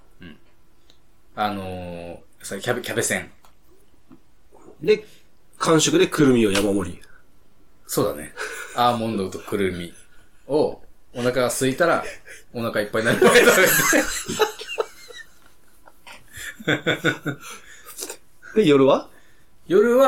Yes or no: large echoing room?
no